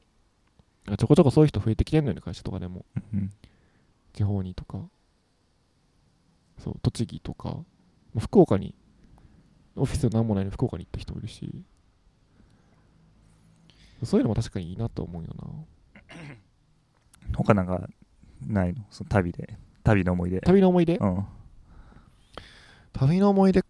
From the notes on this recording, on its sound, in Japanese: 今回は河川敷収録